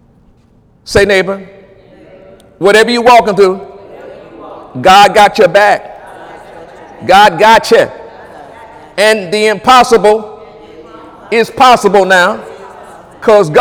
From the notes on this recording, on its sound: During Wednesday night service on December 20, 2017. During Wednesday night service on December 20, 2017.